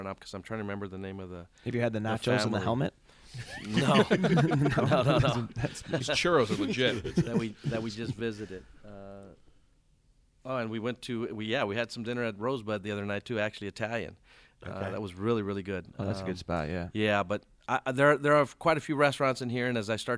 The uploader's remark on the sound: Joins us at SoxFest.